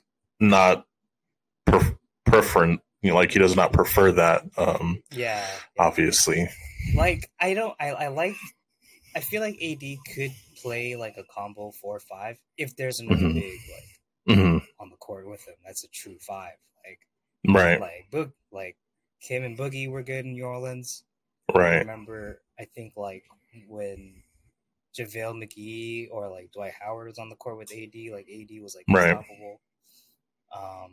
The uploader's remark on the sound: we apologize for the sound quality.